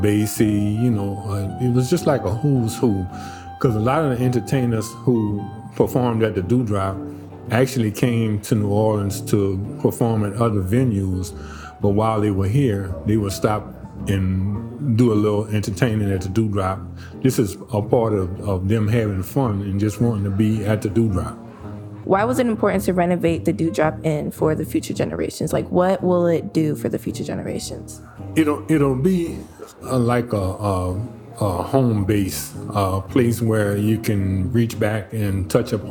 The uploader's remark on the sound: Live at The Drew Drop Inn.